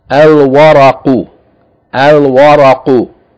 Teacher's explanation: Again, the first word, the first letter is waw, it's not a sun letter, there's no doubling here, the lam should be pronounced here.